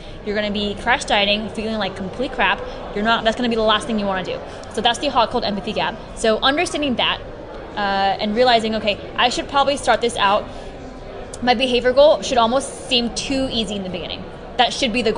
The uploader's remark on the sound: During the Ultimate Evidence Based Conference run by JPS Health and Fitness we were able to sit down and have a 10 minute chat